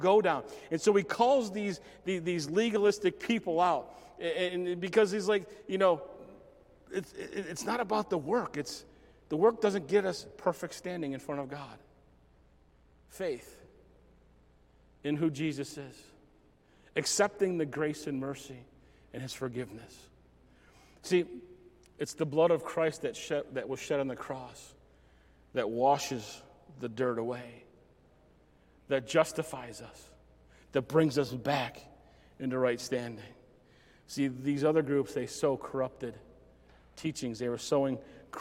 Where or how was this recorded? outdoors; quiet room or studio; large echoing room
large echoing room